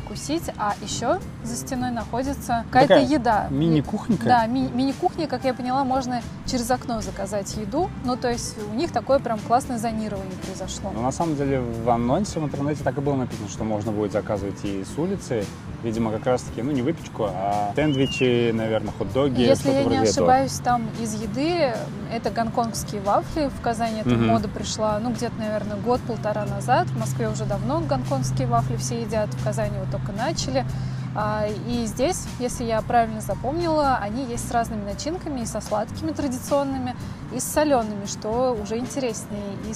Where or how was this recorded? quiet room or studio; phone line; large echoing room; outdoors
outdoors